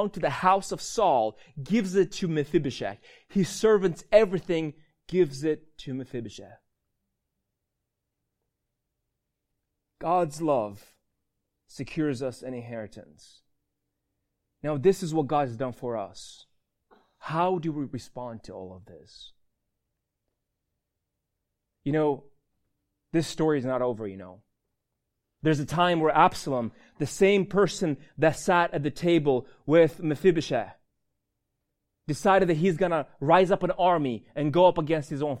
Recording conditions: large echoing room